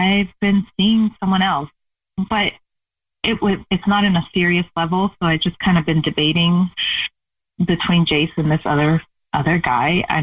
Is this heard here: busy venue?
no